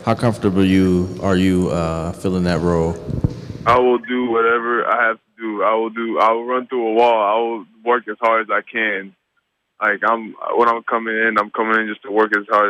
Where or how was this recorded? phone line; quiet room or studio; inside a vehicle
phone line